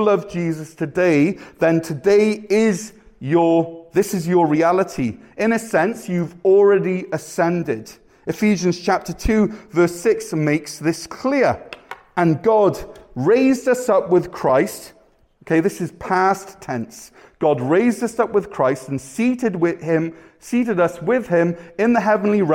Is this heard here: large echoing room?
yes